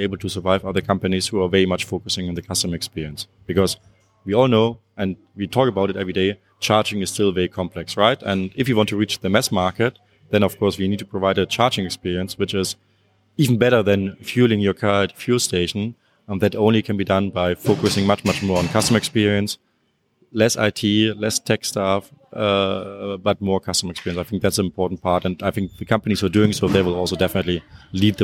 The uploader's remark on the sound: Recorded at Intercharge Network Conference 2022 (Hubject event)